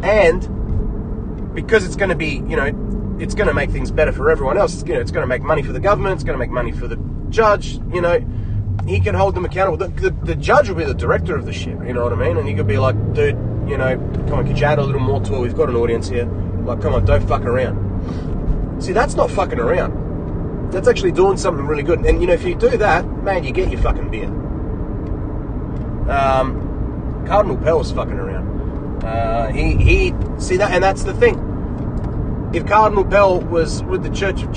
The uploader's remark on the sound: This episode was recorded in my car on the way to work. Sorry for bad audio.